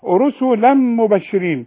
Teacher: تقفلي شفايفك في التنوين اللي بعده ميم